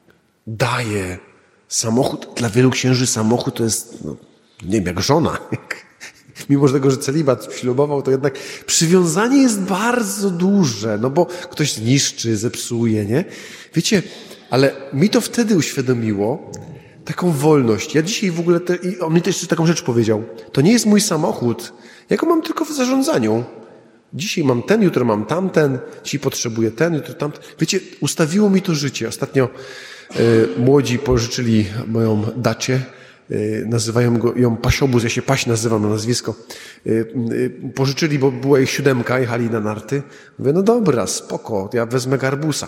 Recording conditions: large echoing room